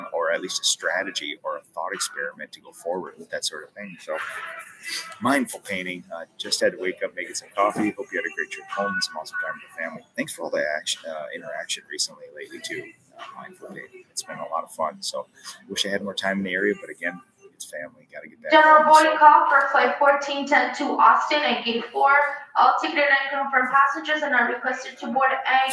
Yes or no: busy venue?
yes